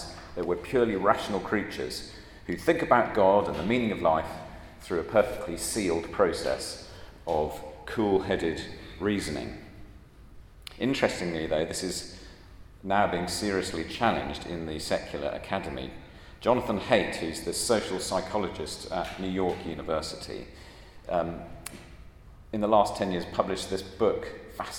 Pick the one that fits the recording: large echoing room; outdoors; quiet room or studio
large echoing room